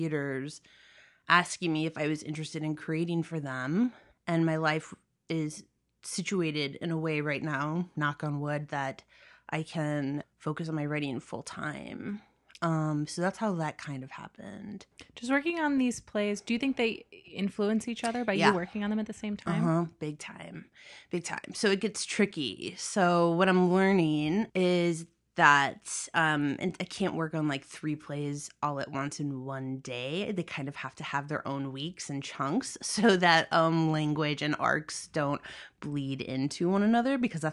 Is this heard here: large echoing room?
no